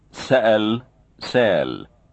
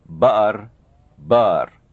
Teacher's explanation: Glottal stop versus no glottal stop in word medial and word final position.